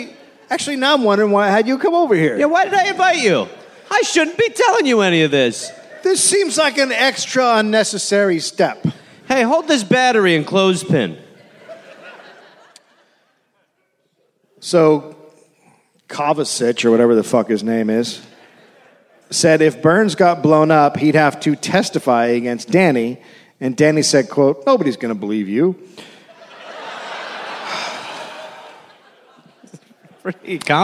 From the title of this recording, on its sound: Live in Cleveland